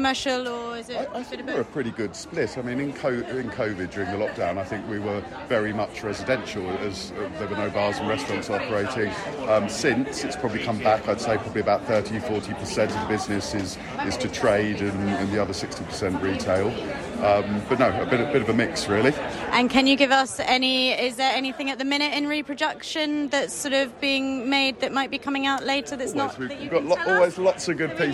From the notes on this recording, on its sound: chats live at Decorex 2022 in Earls Court